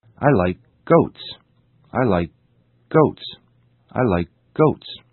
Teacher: it is the k sound which is not pronounced